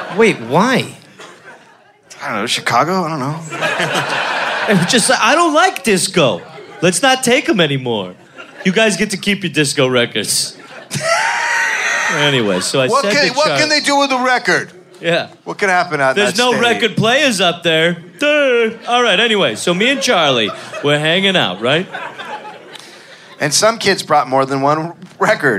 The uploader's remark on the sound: Live in Chicago